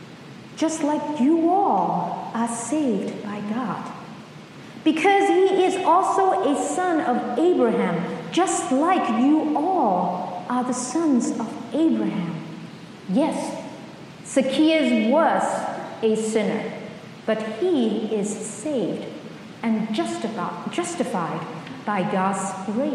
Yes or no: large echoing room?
yes